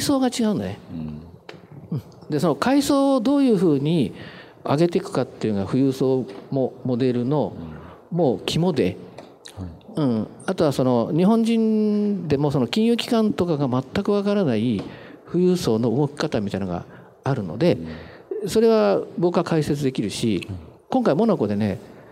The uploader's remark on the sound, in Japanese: 大阪公開収録